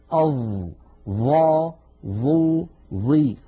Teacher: الظاء لابد من أن نضع طرف لساننا على أطراف أسناننا العليا هكذا، الطرف على الطرف، طرف اللسان على طرف الأسنان العليا